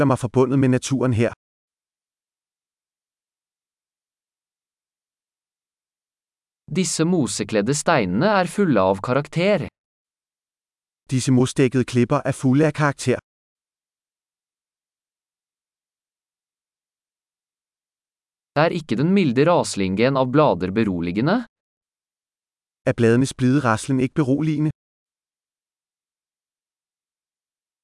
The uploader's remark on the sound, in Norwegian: Lyden av den ravende bekken er terapeutisk.